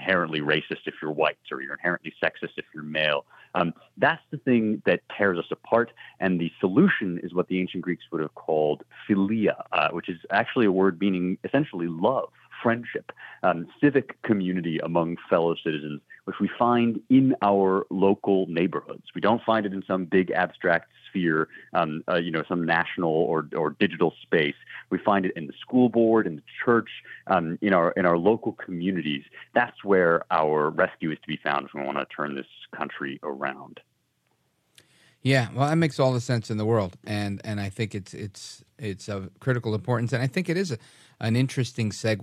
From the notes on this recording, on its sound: we take your calls in open phones across America.